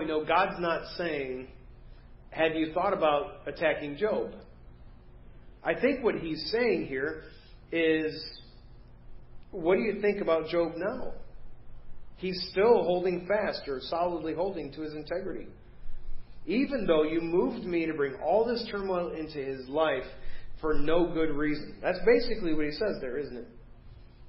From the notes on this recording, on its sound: Preached at First Baptist Church of Hazel Park